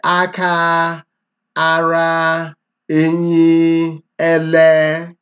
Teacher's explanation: Both syllables, you know, all the vowels are high tones.